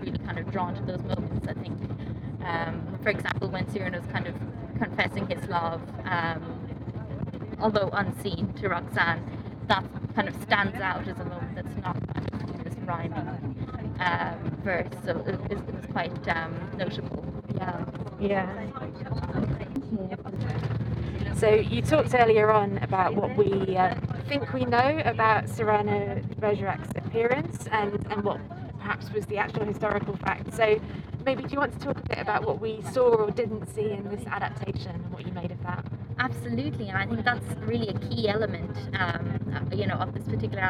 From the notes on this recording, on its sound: On location in London. It was recorded on board the Oxford Tube coach to capture the immediacy of response - we trust occasional sound distortion and background noise will not detract. Variation in sound quality comes from recording in public spaces or in transit.